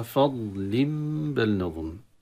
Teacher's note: أن تراعي ترقيق الفاء مع تفخيم الضاد